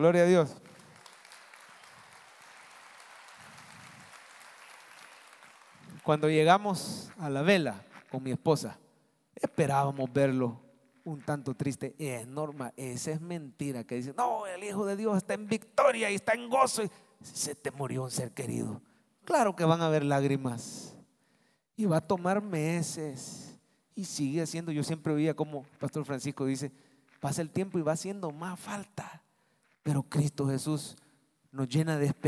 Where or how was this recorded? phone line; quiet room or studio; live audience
live audience